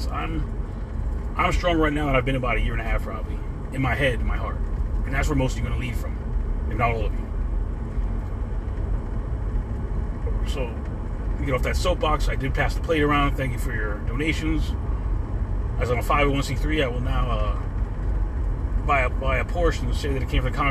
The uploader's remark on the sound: In this CarCast